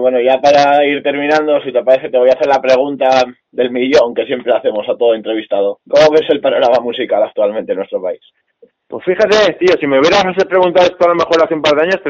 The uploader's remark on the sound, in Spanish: Entrevista telefónica